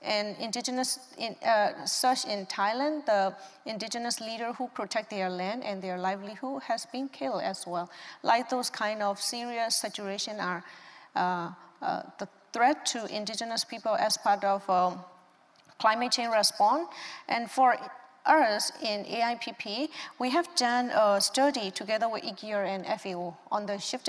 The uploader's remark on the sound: This episode takes us back to the COP 26 conference of the UN Framework Convention on Climate Change (UNFCCC) in Glasgow, Scotland. The episode is a recording of a side event on 9 November 2021. With a panel of five Indigenous climate activists.